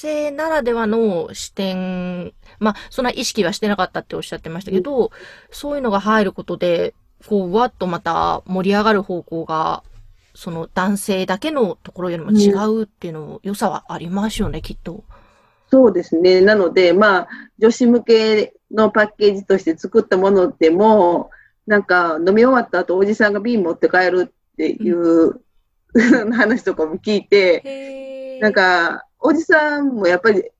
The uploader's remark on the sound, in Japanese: Zoom収録